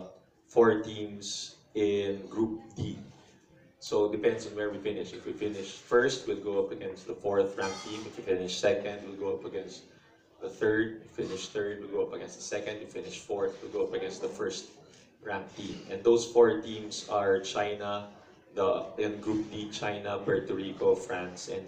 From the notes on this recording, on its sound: The full press conference during the send-off dinner for the players and coaches of the Philippine Under-19 squad.